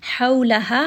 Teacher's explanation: ها is going to be from the middle of the throat